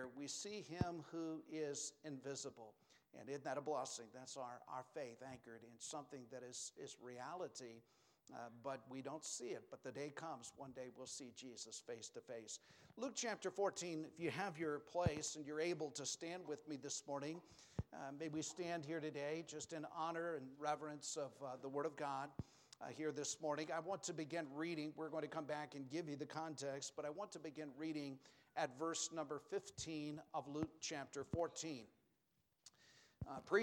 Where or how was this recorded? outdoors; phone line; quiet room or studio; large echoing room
large echoing room